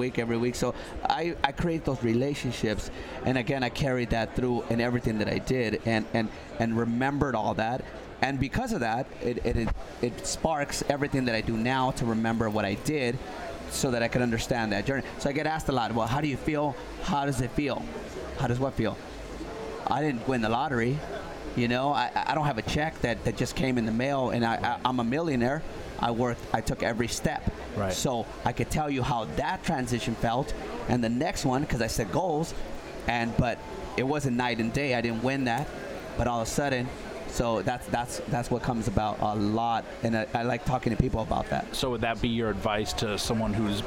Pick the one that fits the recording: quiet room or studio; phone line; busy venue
busy venue